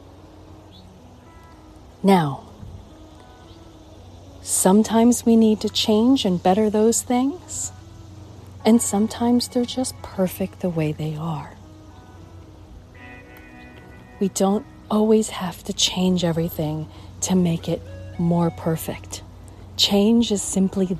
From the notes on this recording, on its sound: Walk and Talk